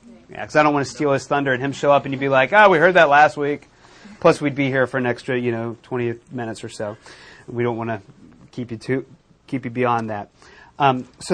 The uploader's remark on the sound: recorded at Metanoia Church